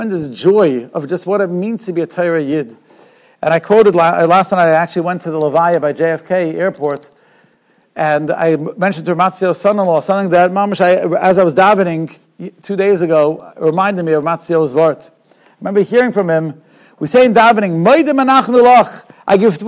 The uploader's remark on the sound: Shiur recorded in Yeshivas Ohr Reuven, Monsey, NY.